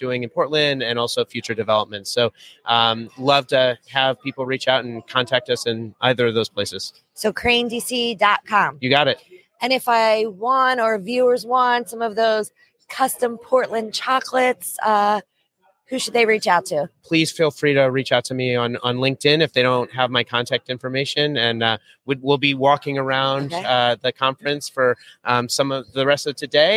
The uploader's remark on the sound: JSA TV LIVE at PTC’23